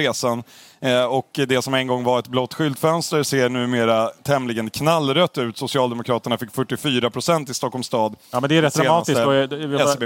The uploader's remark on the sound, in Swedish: live från Almedalsveckan i Visby